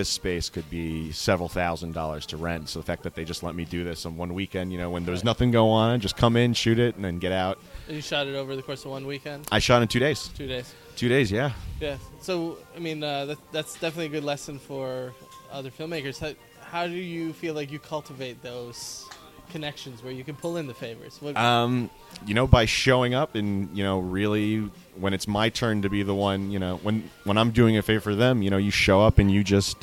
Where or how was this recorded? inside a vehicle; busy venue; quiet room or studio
busy venue